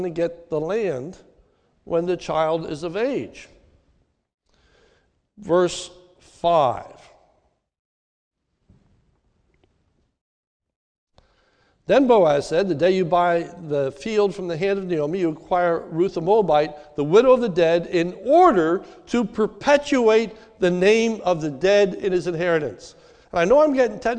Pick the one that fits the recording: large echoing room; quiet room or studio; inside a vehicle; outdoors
large echoing room